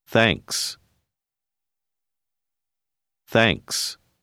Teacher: Remarquez qu'il arrive que les lettres TH sonnent comme si elles étaient soufflées.